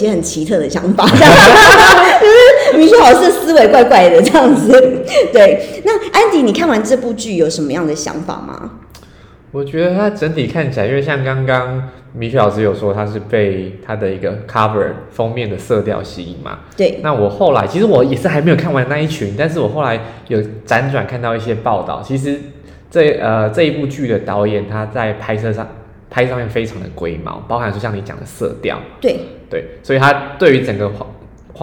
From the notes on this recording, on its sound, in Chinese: 我現在上架才發現錄的時候回音有點重。